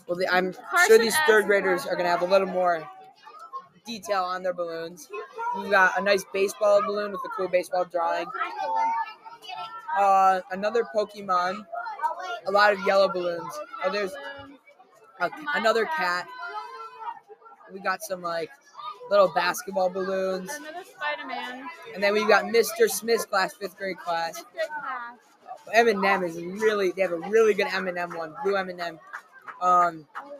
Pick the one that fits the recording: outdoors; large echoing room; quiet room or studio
outdoors